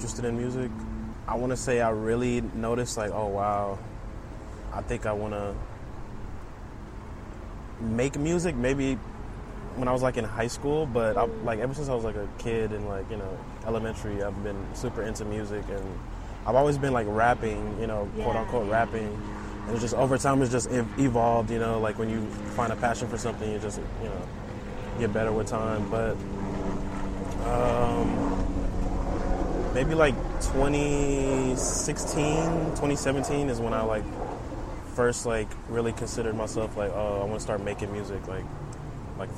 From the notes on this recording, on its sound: Episode recorded at Buffalo Bayou, Houston